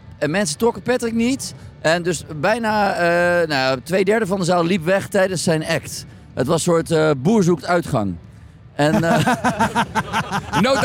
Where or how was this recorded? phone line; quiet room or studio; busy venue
busy venue